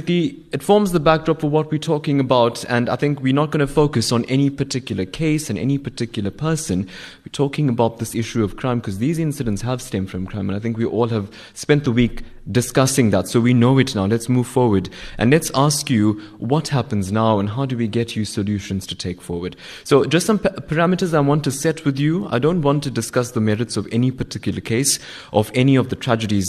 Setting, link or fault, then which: setting, live audience